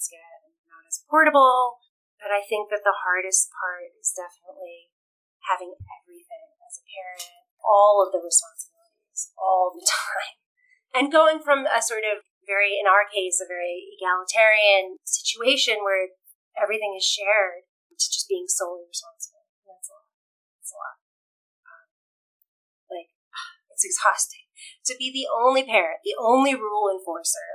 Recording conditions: poor sound quality